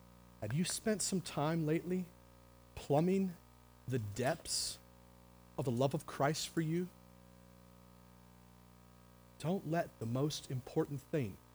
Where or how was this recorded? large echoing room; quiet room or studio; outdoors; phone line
large echoing room